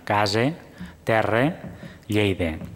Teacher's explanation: la realització del morfema de femení escrit A final com a E oberta, tal com es fa en lleidatà